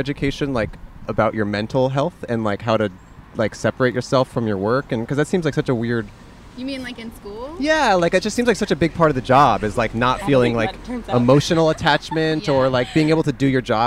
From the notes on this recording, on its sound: Outside A Disgusting Bathroom. We plopped our soggy asses outside of the place we were both born: a park bathroom!